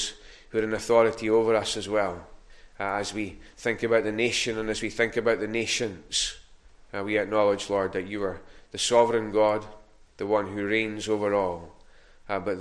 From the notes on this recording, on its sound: recorded at North Harris Free Church Sunday morning 21st November 2021